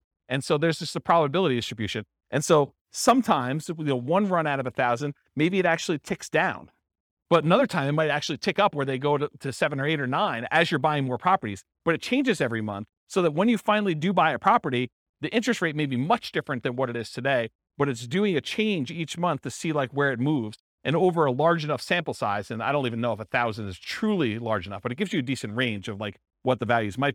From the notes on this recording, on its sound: This was a live class recorded